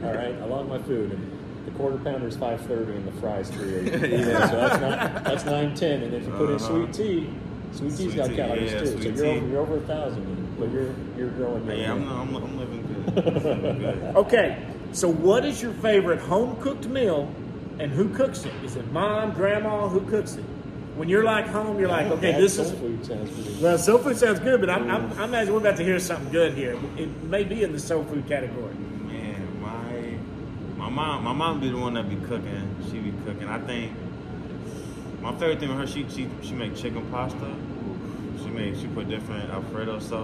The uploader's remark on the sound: Excuse the audio, this was done on a concourse without our studio equipment